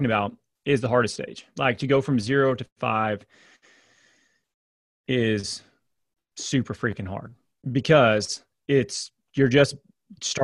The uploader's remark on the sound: Today's episode is a clip from a call in our Clinical Rainmaker coaching group.